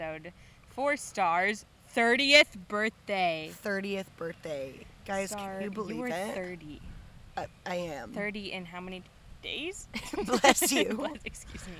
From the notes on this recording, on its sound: Listen up to our FIRST ever internationally recorded episode. We're excited to share this seaside recorded episode. Please enjoy the sounds of the ocean and the wind.